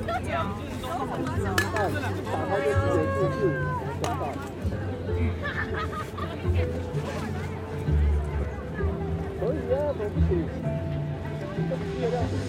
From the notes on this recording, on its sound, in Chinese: 錄音來自2020年漂遊者音樂祭現場收音，是真的噪音，但能讓你真實感受音樂祭的躁動與歡樂。